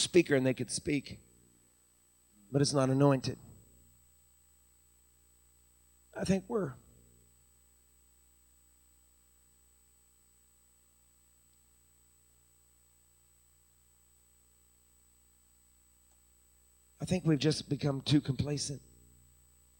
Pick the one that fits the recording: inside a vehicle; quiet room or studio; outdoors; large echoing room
large echoing room